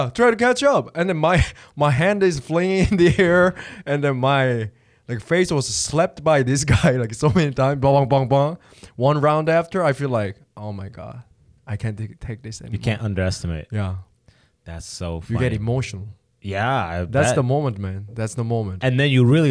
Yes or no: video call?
no